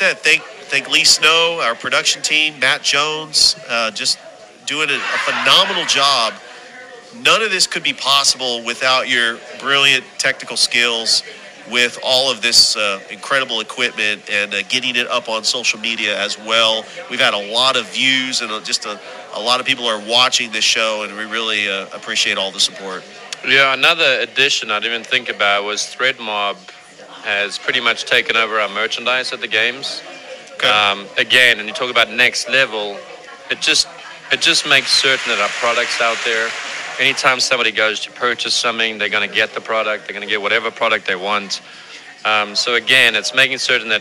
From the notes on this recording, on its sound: Live show at Ivy Park Sports Bar and Grill.